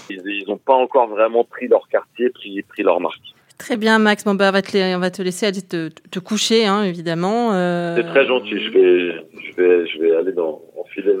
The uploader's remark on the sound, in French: à Fujiyoshida, au Japon, par téléphone